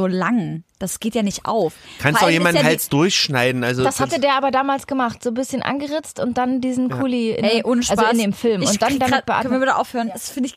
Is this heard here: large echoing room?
no